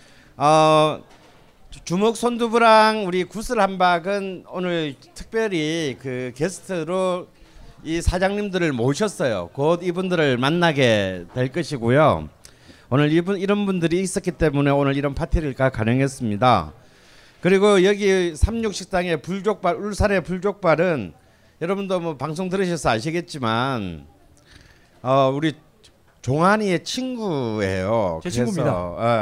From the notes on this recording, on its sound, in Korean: 공개방송